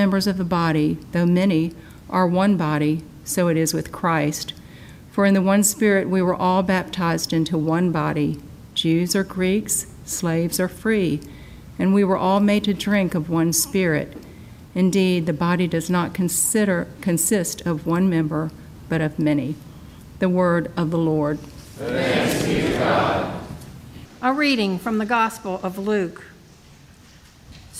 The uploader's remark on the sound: This special episode of the Our Savior Speaks podcast was recorded at the Evening Prayer service held at Our Savior Episcopal Church during the 202nd Convention of the Episcopal Diocese of Georgia.